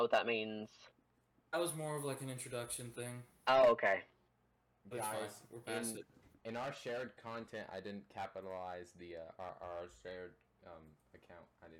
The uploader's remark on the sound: The microphone quality will be improved in the next episode